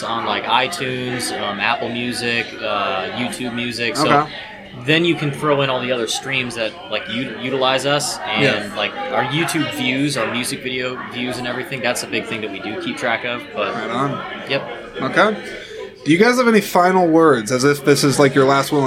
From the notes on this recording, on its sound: exclusive conversations that were recorded on site at the 16th Annual Iowa Independent Film Festival